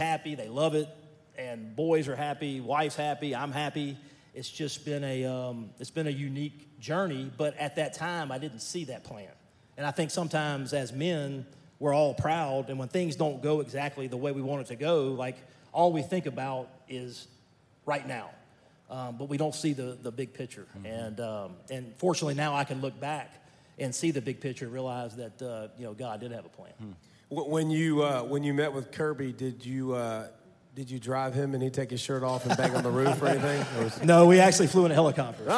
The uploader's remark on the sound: This episode is from Graystone Church’s 2nd Annual Men’s Conference.